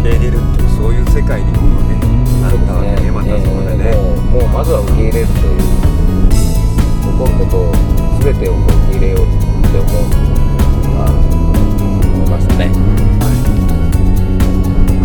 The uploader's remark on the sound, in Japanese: 長崎あんでるせんツアー。ドライビング対談収録。